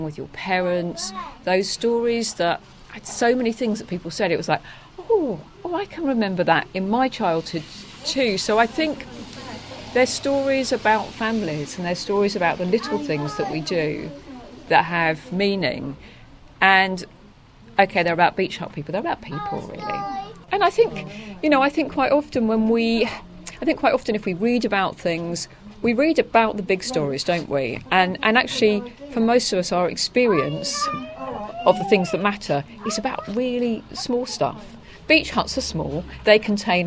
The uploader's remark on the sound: on Frinton Greensward over looking the beach huts